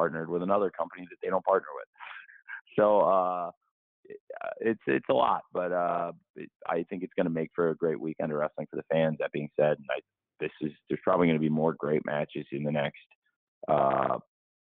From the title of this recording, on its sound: Media Conference Call